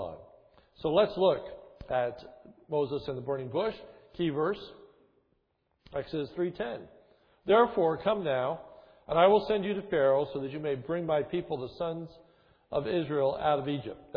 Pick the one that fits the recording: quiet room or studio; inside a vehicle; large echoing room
large echoing room